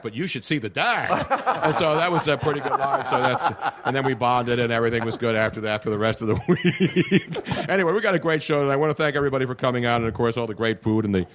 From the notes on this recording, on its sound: The whole gang was back in action at Comedy Sports Philly for our big Pre-Valentines day extravaganza. Our audience in the Theatre as well as lucky listeners from around the country.